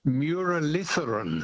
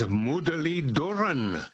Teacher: Yes, the th is a th, which is a dental t with, I think, your tongue touching your teeth · Shown in: second take · Mudaliduran.